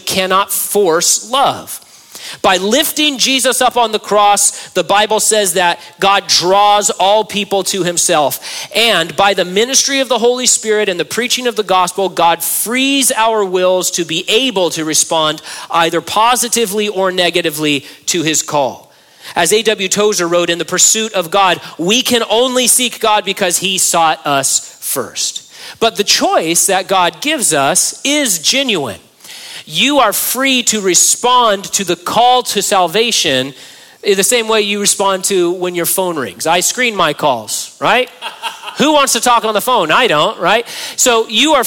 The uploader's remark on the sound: during a live Q&A session at Calvary Hanford